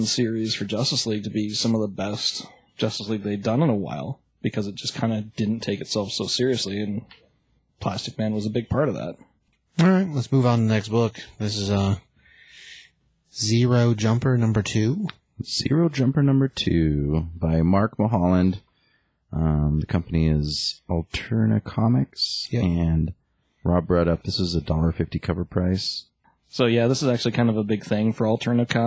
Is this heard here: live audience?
no